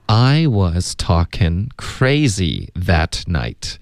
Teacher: I was talking king 的这个音节它发成 can,OK,所以这个 in 就变成 n 了